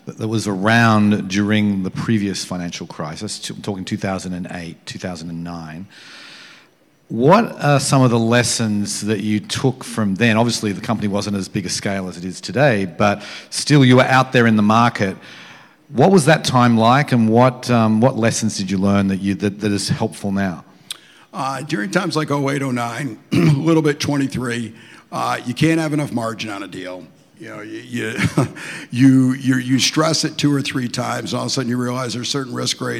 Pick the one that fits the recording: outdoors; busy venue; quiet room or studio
busy venue